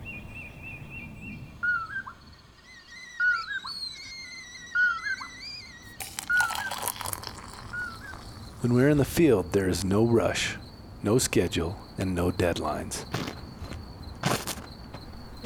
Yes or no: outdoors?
yes